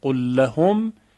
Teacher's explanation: اما اگر ساکن باشه لام اول مثل قل لهم که میشود قل لهم، این رو میگن ادغام صغیر